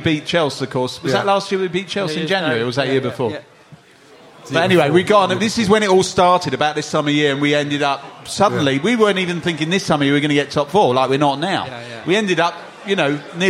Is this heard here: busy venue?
yes